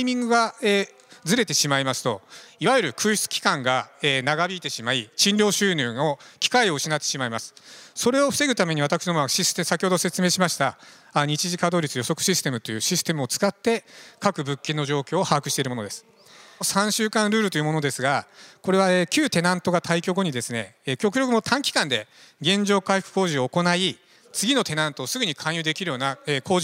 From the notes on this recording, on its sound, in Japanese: 日本賃貸住宅投資法人」IRセミナー1月28日に東京証券取引所で開催した「J-REITファン2017」に登壇した「日本賃貸住宅投資法人」のIRセミナーをダイジェスト版でお送りします。